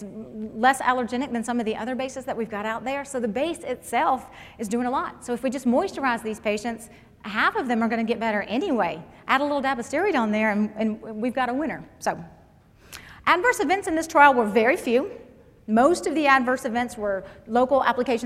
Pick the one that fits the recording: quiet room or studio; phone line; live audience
live audience